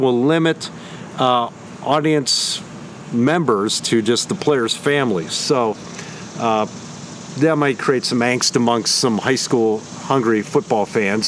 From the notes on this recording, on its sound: I took the show on location...outdoors at Hiram College!